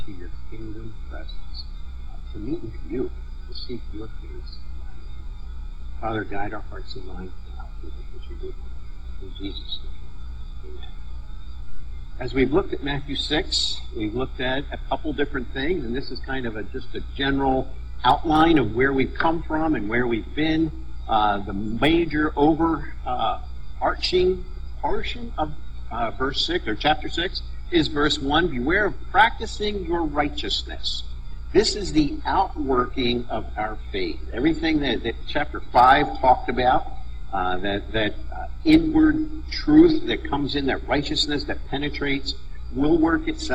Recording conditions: poor sound quality